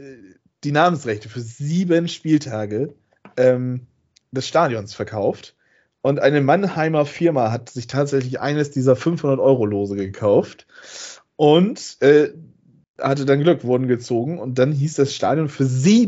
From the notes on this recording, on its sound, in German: Aufgezeichnet am 07.04.2022 via Skype.